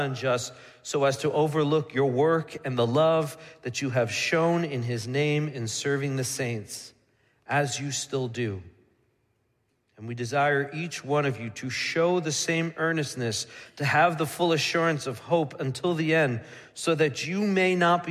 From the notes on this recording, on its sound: Midland Evangelical Free Church Sermon Audio